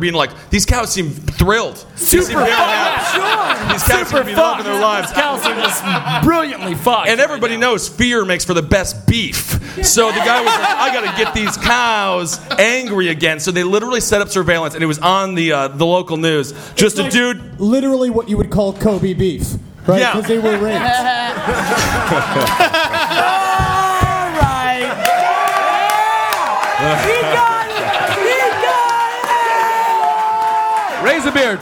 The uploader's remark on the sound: Live at the Cave Comedy Radio Launch Party!